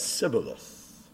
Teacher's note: The Ephraimites could not pronounce the SH sound in shibboleth.